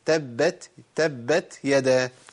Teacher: لازم النفس يطلع. والصفة دي لو اتشالت من التاء تبقى دال على طول